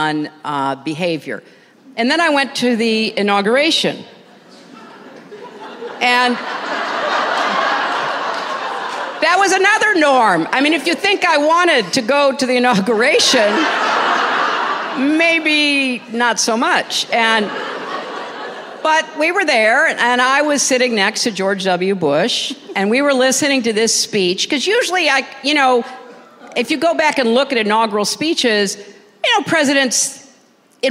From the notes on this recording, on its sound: Speaks About Democracy to Sold-Out Crowd at Crystal Bridges.